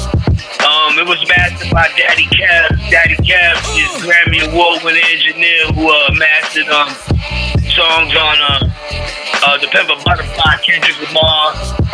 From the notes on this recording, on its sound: ends the show with an ILL FREESTYLE over the phone